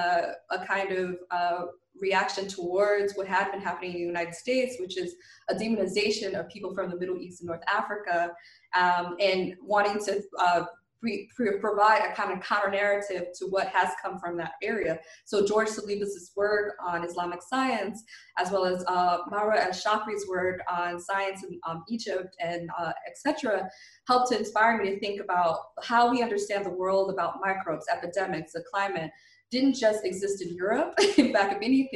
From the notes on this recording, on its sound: We will be speaking with our guests, one or several at a time, via Skype, and will try to have brief, informative, and non-draining calls.